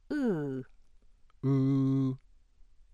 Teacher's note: Close back unrounded, cardinal 16